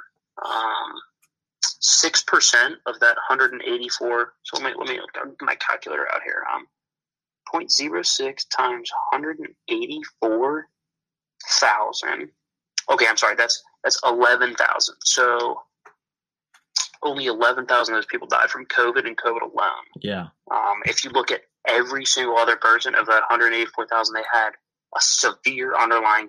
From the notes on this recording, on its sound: over the phone